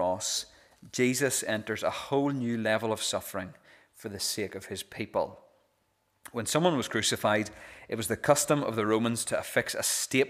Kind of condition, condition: setting, large echoing room